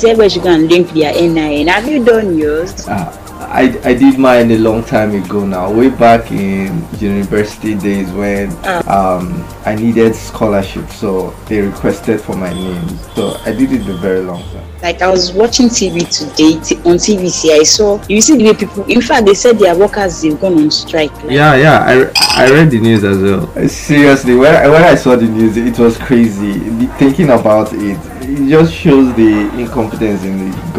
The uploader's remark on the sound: I was bored and alone at the bar, so decided to connect with a lovely friend in Lagos. Hit the record button while tipsy.